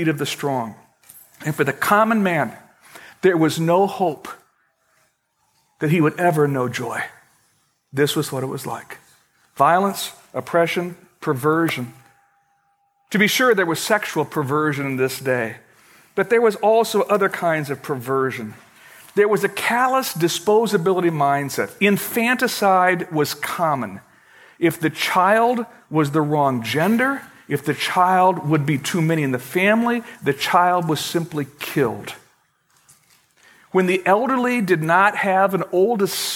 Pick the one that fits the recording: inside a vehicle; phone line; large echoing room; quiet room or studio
large echoing room